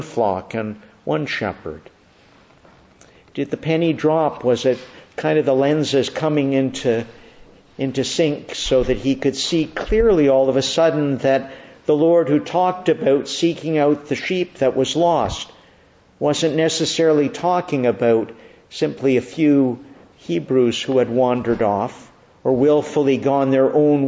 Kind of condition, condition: setting, large echoing room